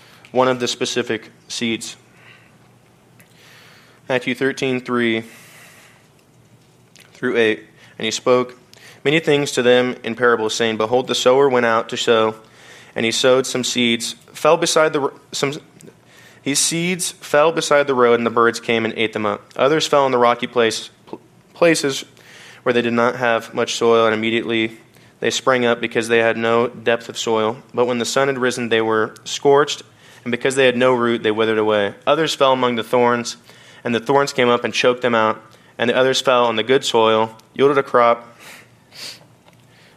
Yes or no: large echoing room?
yes